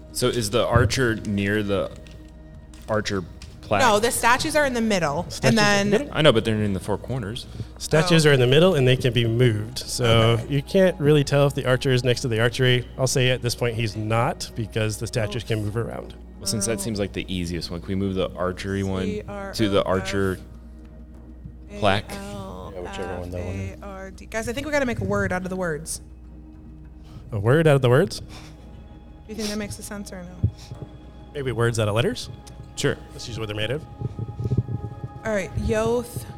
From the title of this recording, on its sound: LIVE! Gen Con 2023